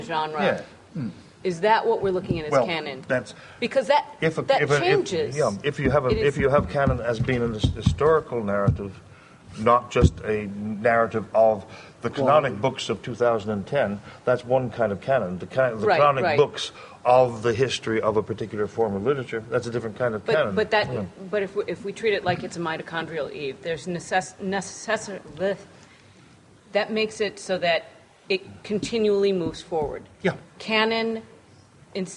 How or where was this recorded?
live audience